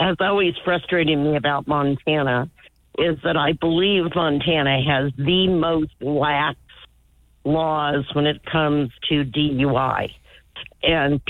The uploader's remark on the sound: We had open phones